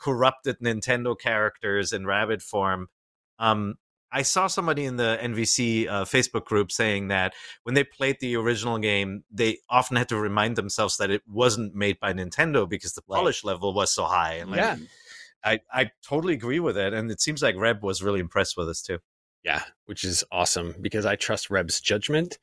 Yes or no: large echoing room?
no